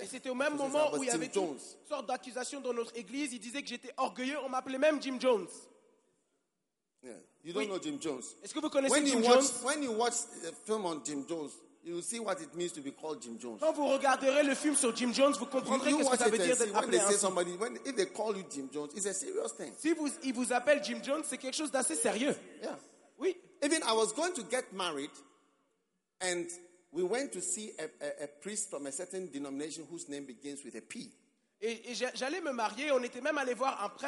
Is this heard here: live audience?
yes